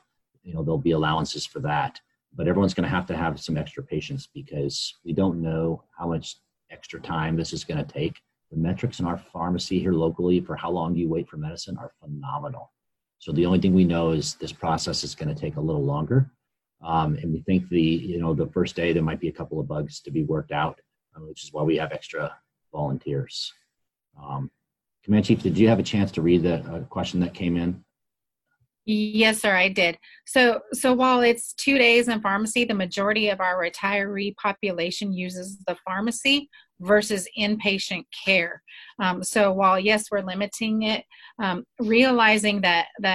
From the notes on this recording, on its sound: COVID-19 Zoom Meeting. 436th Airlift Wing command chief, hosted a Zoom meeting with members of Team Dover.